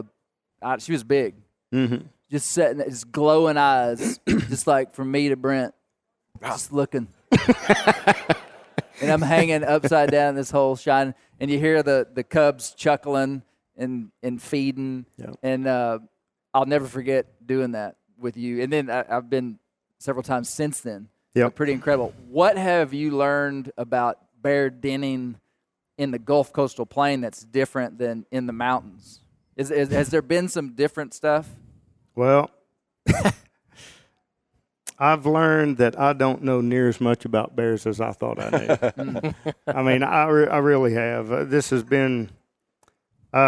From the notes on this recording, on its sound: Live at the Black Bear Bonanza. Live for the second time from the Black Bear Bonanza in Northwest Arkansas.